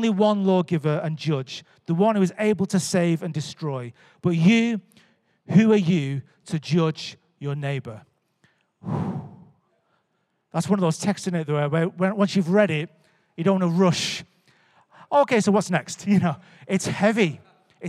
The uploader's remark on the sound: Recorded live at Life Church Lancashire on Sunday 17th July 2022